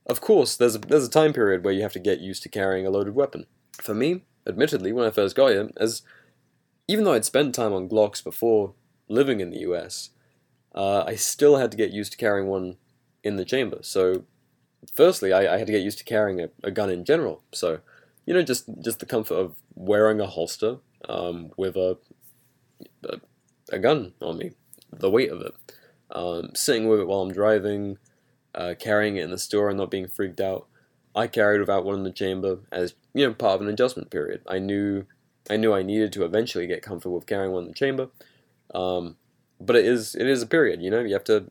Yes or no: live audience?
no